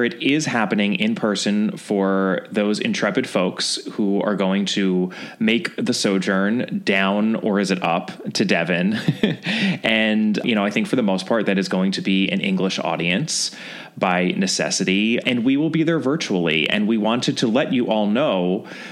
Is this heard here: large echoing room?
no